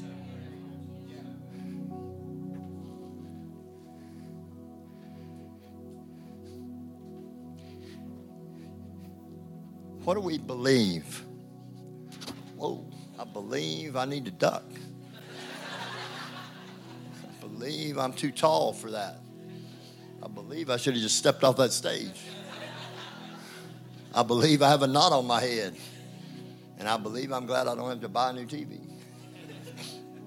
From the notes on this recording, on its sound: IKON Church. Recorded live at the Chesterfield Campus this is the message from the evening service on the 2nd February 20.